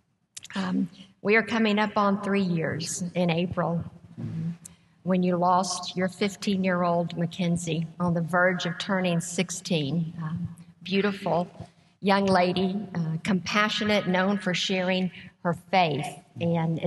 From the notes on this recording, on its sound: A recording of our live event